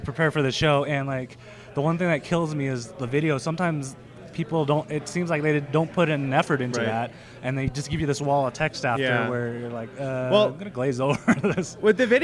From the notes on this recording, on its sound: This a special episode recorded at Nerdtacular 2013